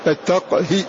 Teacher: فقط اكسر الهاء أي باختلاس حركتها